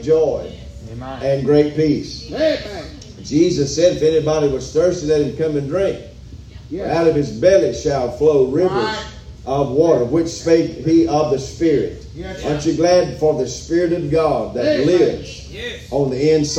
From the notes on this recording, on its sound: live from Still Water Baptist Church